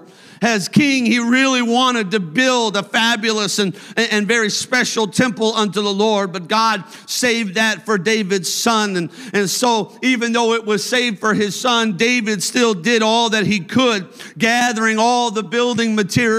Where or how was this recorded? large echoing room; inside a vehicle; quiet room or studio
large echoing room